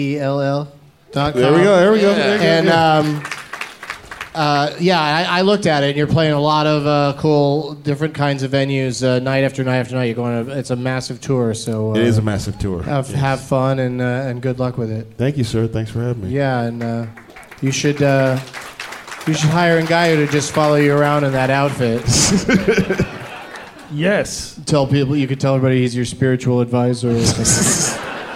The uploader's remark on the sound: Live from Cobb's Comedy Club in San Francisco on All Hallow's Eve Eve.